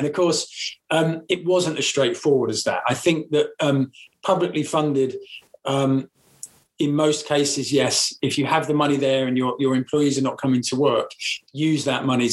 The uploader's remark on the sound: We join a live webinar